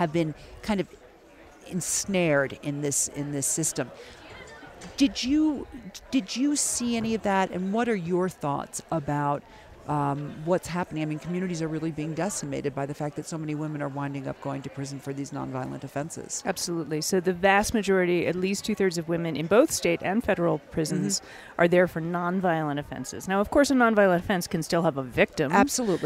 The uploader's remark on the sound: From the 2016 Aspen Ideas Festival in Aspen Colorado